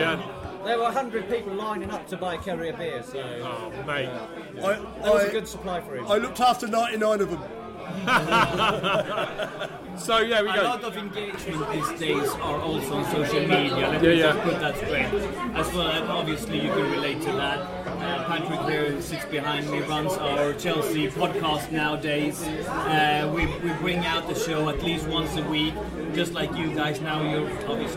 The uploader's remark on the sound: a special FanCast live from the Chelsea Pensioner